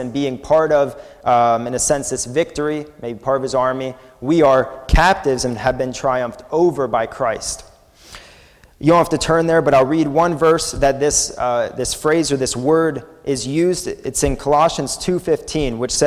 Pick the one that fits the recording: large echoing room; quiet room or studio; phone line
large echoing room